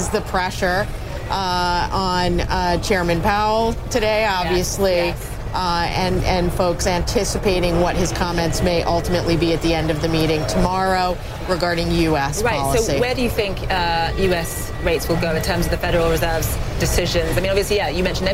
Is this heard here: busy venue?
yes